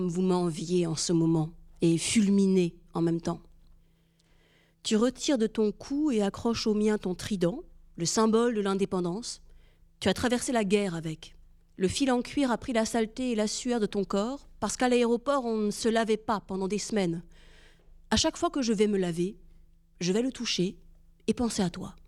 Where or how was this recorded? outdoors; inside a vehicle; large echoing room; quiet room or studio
large echoing room